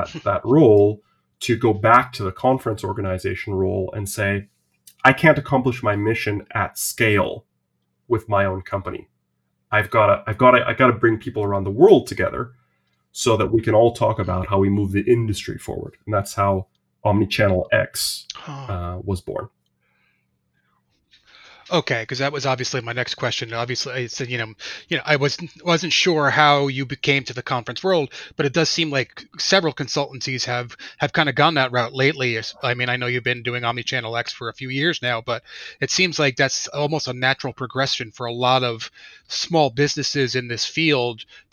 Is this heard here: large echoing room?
no